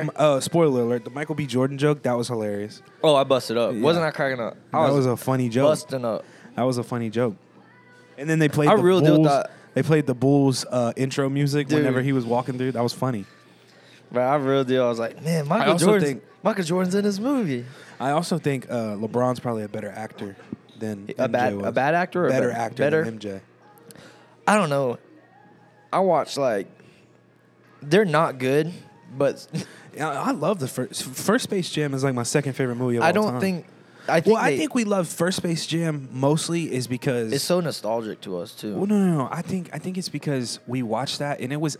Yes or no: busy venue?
yes